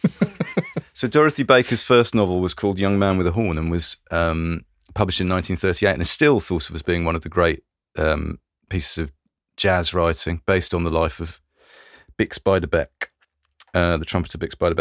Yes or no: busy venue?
no